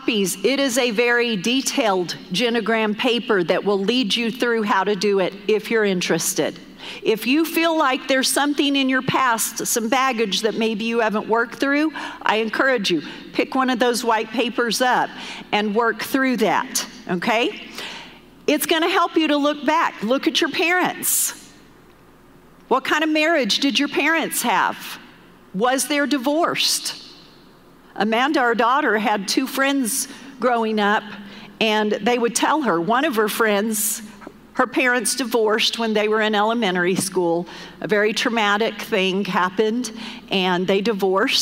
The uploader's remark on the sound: Recorded live during our Wednesday night service